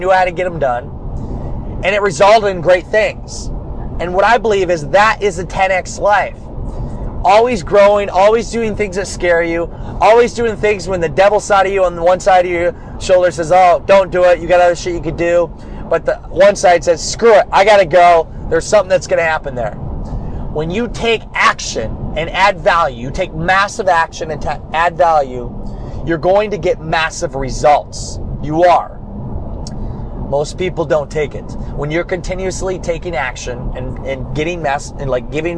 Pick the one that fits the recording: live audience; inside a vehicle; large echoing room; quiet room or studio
inside a vehicle